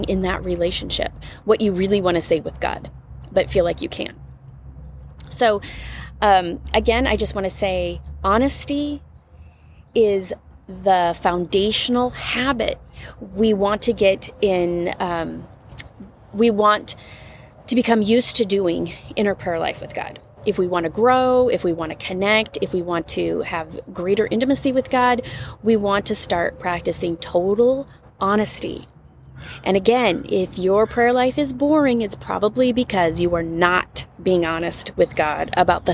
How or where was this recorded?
outdoors